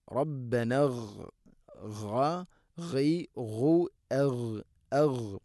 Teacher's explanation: ഗൈന് തൊണ്ടയുടെ മുഗൾ ഭാഗമാണ് മഖ്റജ്